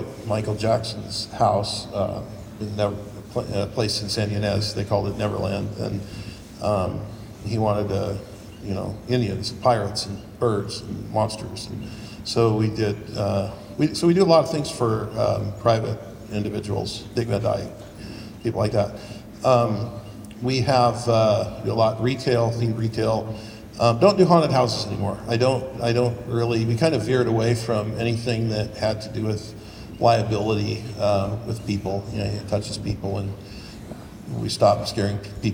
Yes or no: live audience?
yes